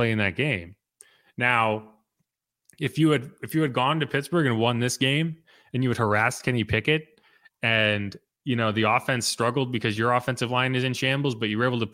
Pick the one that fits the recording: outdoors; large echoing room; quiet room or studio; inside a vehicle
quiet room or studio